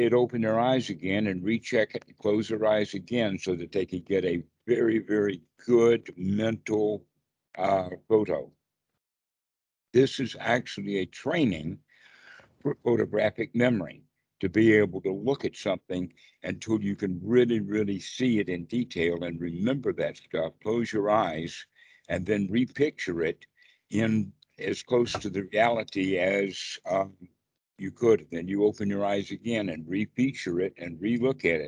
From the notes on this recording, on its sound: skype calls on this channel